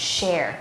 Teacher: shระวังฟันอย่างนี้ปกติธรรมดานะคะเหมือนเรากัดฟันไว้แล้วก็ปล่อยลมออกมาตามร่องฟันของเราอะ